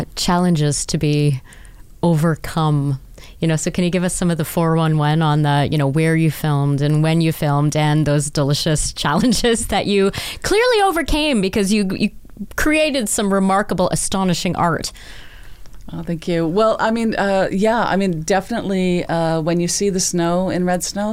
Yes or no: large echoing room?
no